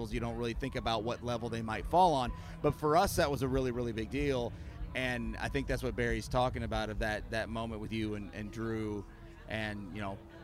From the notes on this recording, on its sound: Sat down for a conversation with the crew from The What Podcast while at Chattanooga, Tennessee’s Moon River Festival over the festival.